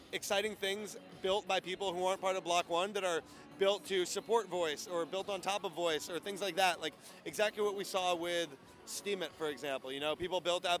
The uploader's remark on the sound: LIVE FROM THE BLOCK.ONE JUNE EVENT!